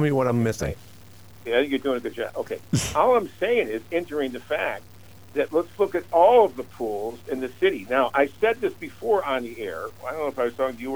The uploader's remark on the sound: Then the ordiance guy called.